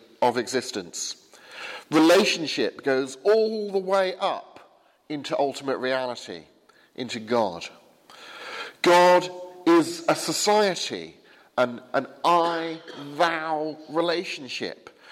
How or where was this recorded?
large echoing room